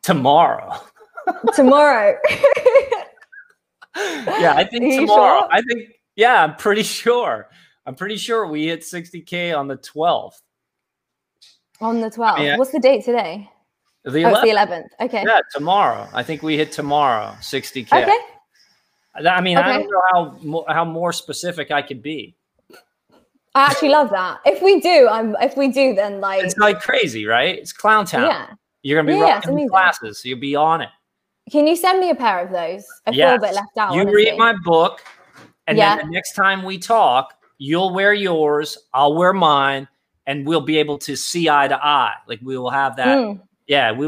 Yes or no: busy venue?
no